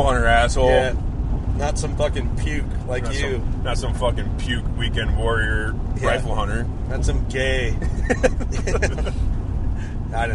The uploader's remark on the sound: While on our way down to Tennessee. I love doing these road trip podcasts, but they are definitely not studio quality.